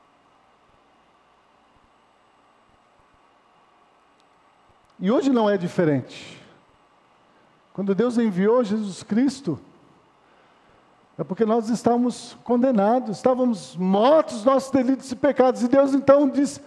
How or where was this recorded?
large echoing room